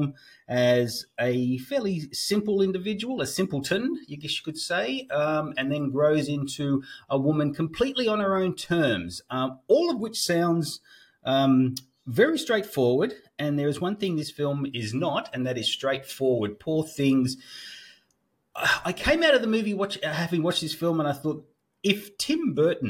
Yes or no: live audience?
no